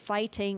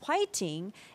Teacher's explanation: we don't have a letter to express or pronounce the F letter, F. That is why we change it to like 화, the H pronunciation · Shown in: second take · and so we read fighting as 화이팅, and that has been in turn spread to the world.